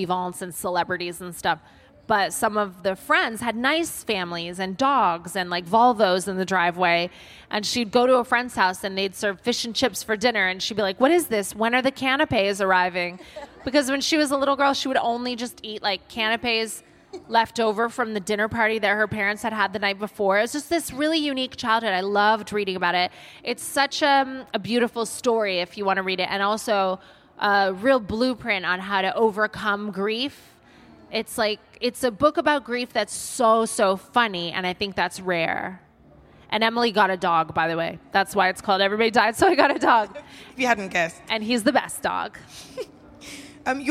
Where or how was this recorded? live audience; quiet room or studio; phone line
live audience